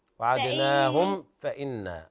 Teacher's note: الميم حكمها الإظهار الشفهي ليس فيها غنة